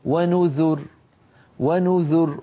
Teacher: فيرققون الراء مع أنها ساكنة مسبوقة بضمة · Term: بترقيق الراء